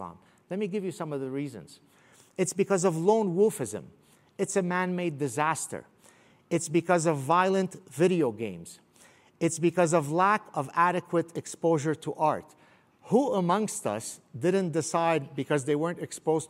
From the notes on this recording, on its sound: I delivered this talk at the Steamboat Institute's Summit on Foreign Policy and Global Security